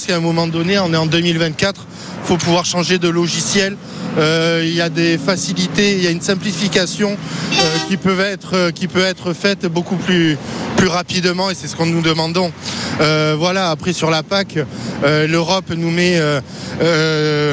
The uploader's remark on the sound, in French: En direct de la manifestation des agriculteurs